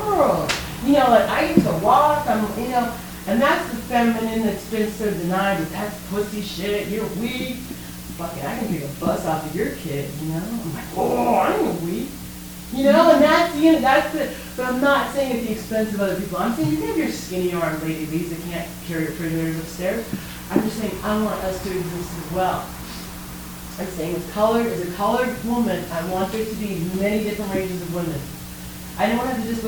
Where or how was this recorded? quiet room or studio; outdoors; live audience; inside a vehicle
live audience